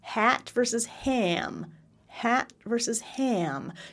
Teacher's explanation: When we have a nasal sound next, we have three nasals, N, M, and NG. And when we have ah, then a nasal, and the air is trying to go up in my nose after that with my jaw super open, of course my jaw is going to close up a little bit.